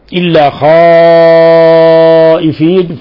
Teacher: فهذا المد مد متصل واجب المد يمد من 4 إلى 5 حركات وإذا كان متطرفا موقوفا عليه إلى 6 حركات.